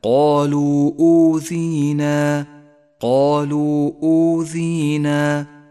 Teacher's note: حرف المد وهو الواو جاء في كلمة والهمزة بعدها في الكلمة التالية، والمد المنفصل مد جائز، اخترنا قصره على حركتين